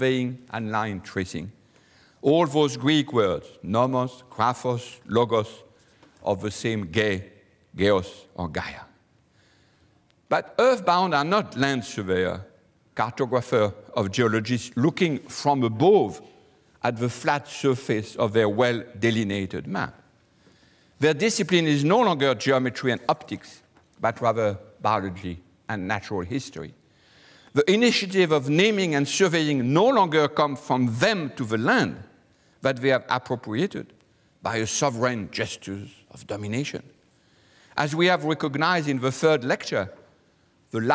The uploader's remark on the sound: Delivers the Gifford Lecture series. Recorded on Thursday 28 February 2013 at St Cecilia's Hall, the University of Edinburgh.